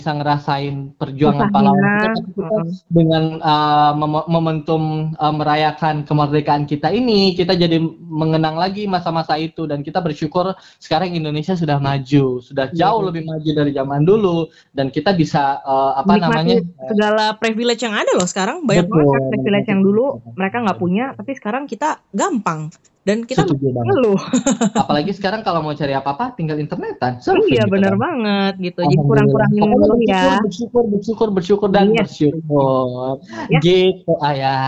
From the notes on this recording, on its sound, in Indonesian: podcast kali ini direkam secara virtual loh